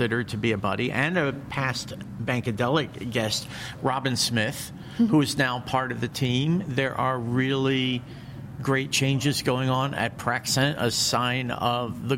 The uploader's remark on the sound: LIVE FROM MONEY 20/20. In a series of podcasts taped live at Money 2020 in Las Vegas.